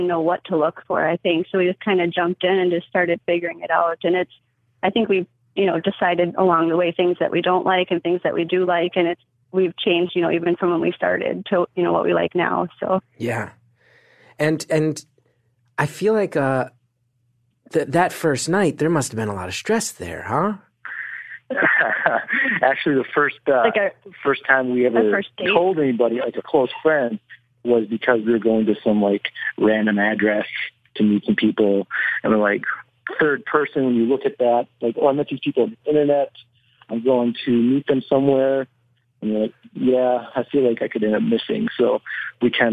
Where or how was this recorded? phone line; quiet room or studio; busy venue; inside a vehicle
phone line